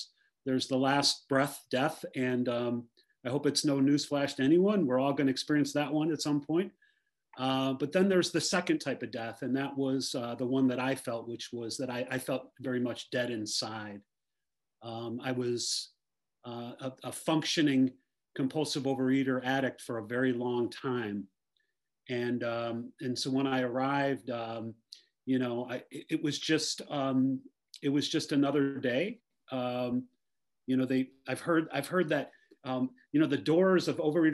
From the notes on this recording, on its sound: Recorded at the 100+++ Pounder Special Focus Meeting Wednesdays at 8am PST/11am EST/4pm GMT Meeting ID.